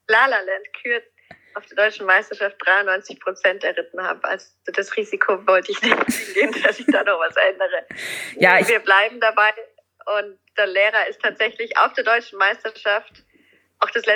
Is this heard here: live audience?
no